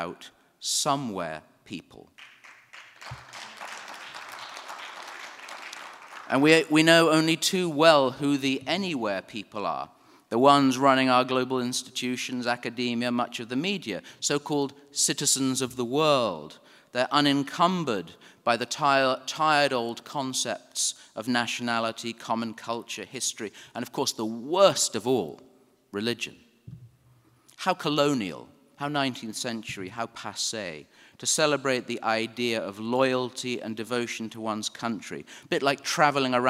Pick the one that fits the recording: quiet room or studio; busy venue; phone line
busy venue